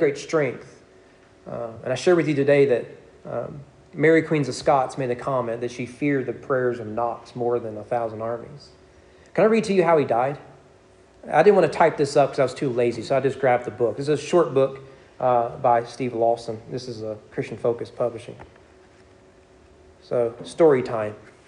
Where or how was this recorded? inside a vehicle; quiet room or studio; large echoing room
large echoing room